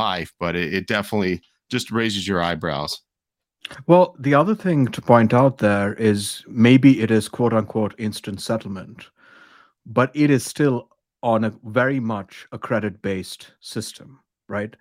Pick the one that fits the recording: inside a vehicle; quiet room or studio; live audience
quiet room or studio